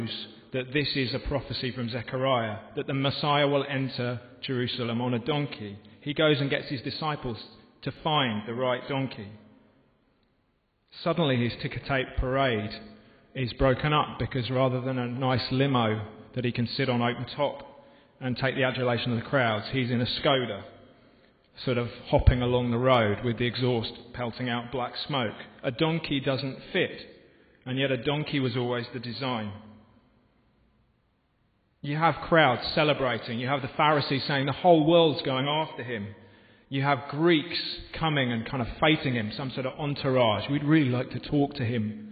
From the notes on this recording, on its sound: This podcast was recorded in the home of Moot, at the Guild Church of St Mary Aldermary in the City of London.